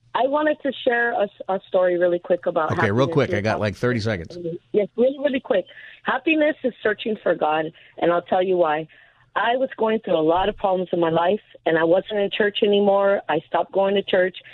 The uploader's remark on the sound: takes your calls for Open Phone Friday